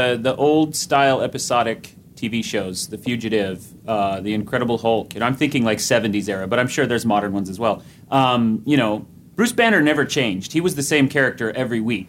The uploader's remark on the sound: This episode was recorded aboard Oasis of the Seas.